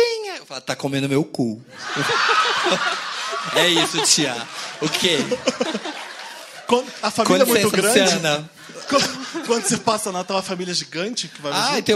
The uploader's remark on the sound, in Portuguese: Especial de Natal ao Vivo